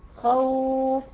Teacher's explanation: ما بتمديش الخاء، لا انت بتبتدي الواو اللينه من عند الحرف الواو نفسه